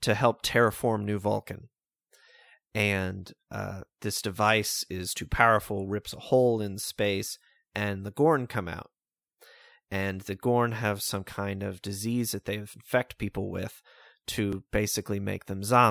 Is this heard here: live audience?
no